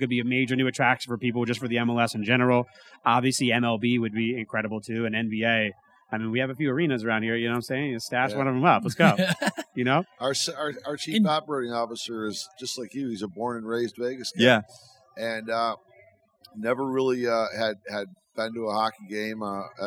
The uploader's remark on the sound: We are back with our first ever episode on the road! We recorded this episode from the world’s largest sportsbook inside the brand new Circa Resort & Casino in Downtown Las Vegas.